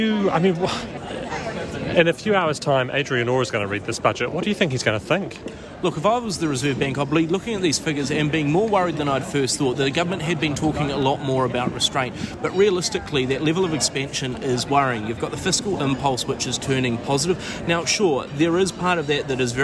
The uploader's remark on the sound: Live from inside the Budget 2023 lockup